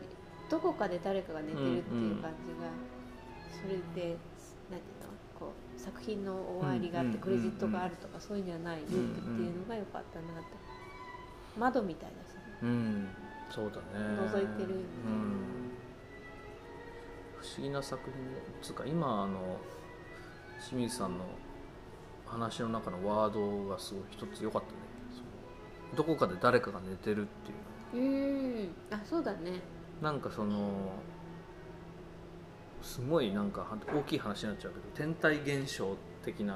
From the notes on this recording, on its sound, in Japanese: 喫茶店でのほろ酔い話。いつになく緩いトークと素敵な環境音をお楽しみください。